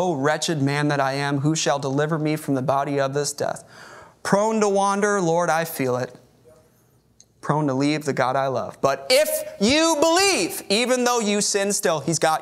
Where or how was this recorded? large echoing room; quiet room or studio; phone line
large echoing room